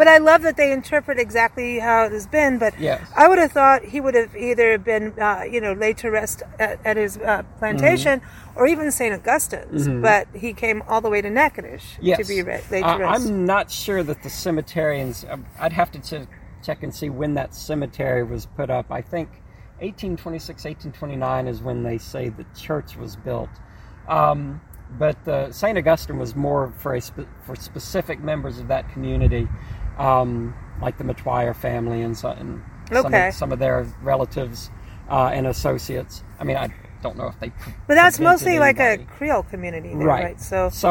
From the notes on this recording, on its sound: Recorded onsite at the historic American Cemetery